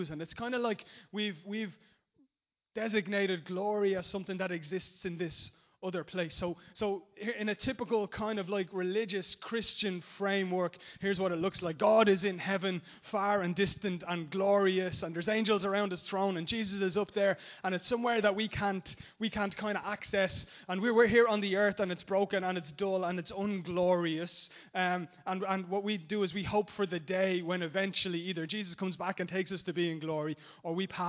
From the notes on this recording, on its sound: Recorded live in Liberty Church on 8th September 2019